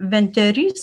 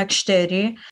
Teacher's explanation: aplink Abelius ir Dubičius minkštieji priebalsiai TD buvo painiojami su KG · Shown in: second take